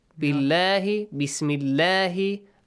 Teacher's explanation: the letter lam in the word Allah or Allahumma will be pronounced lightly with an a sound, billahi. But when it has a fatha or dhamma before it, it will be pronounced with a heavy letter.